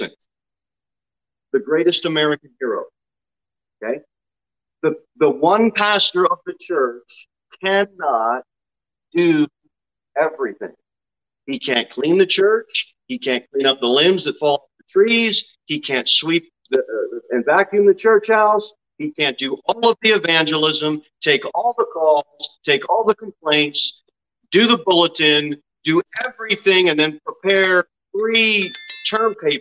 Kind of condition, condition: setting, large echoing room